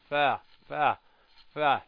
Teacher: من الشفة السفلى مع أطراف الثنايا العليا · Term: مخرج الفاء